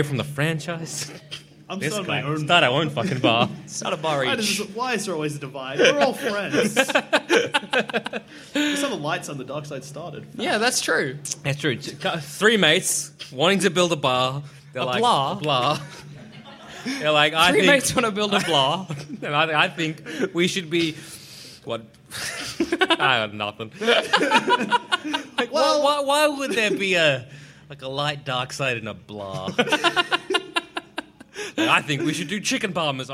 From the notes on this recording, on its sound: Our second ever live show! Recorded at the Eureka Hotel in Melbourne in 2015.